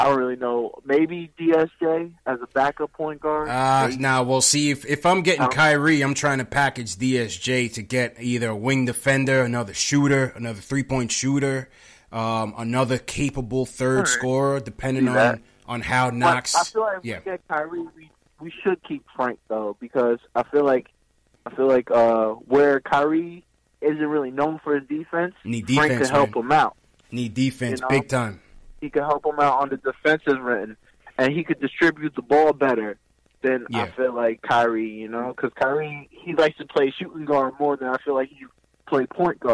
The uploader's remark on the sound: Knicks Post Game Live. Takes live phone calls from fans around the world.